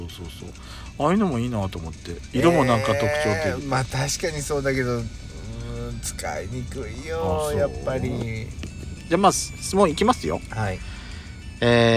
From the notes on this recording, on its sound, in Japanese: 2人組。パーキング収録。